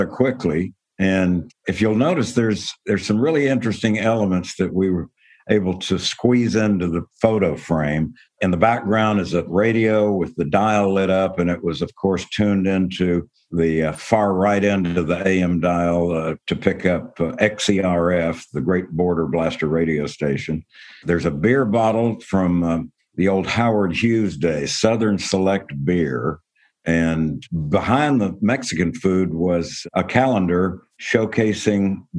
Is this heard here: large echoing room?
no